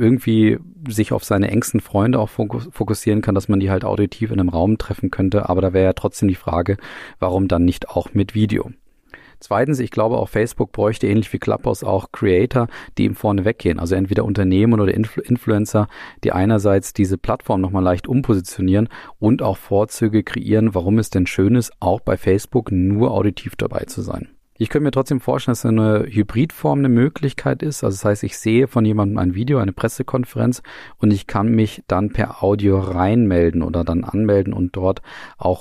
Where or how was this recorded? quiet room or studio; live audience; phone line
quiet room or studio